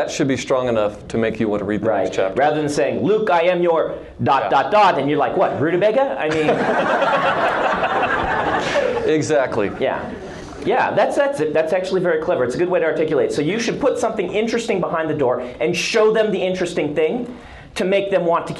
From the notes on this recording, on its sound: This episode was recorded live at Life, The Universe, & Everything 28, The BYU Symposium on Science Fiction and Fantasy, and features, among other things, our largest audience ever.